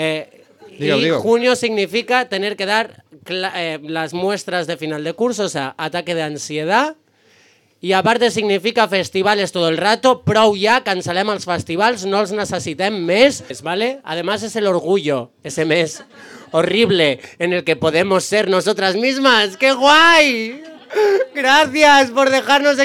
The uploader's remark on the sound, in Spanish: En vivo desde Rouge Cocktail Bar